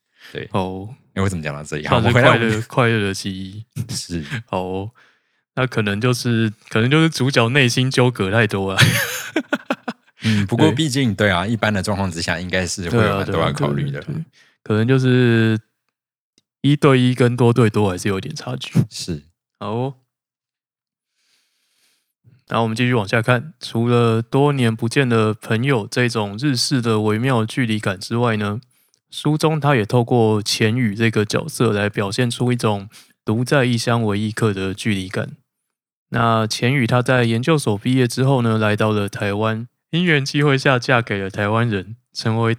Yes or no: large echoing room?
no